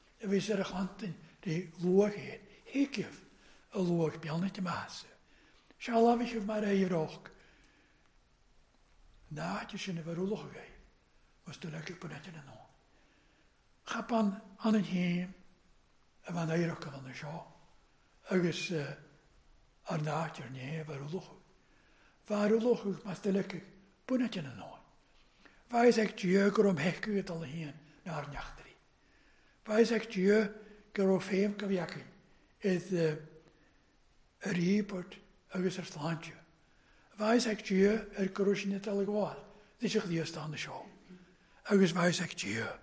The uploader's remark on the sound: Gaelic service recorded at North Harris Free Church on Sunday Evening 25th July 2021